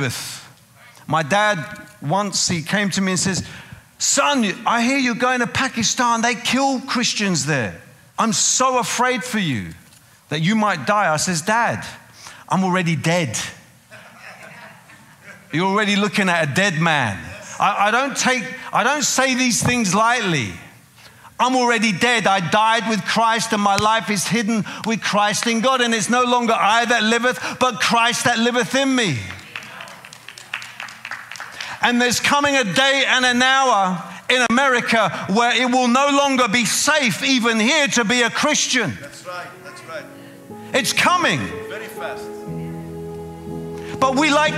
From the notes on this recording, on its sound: preaching at a CCF Ministries in Lowell